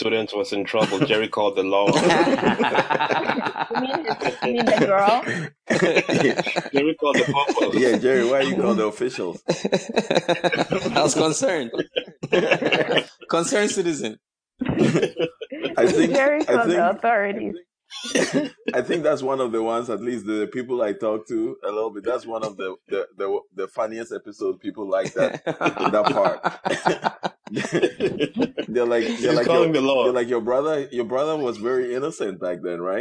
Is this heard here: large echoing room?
no